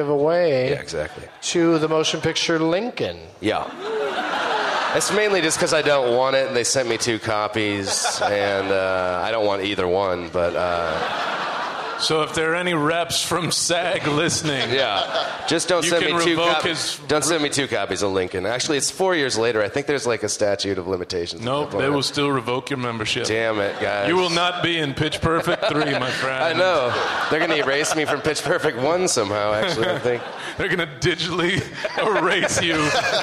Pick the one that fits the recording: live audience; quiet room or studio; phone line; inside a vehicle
live audience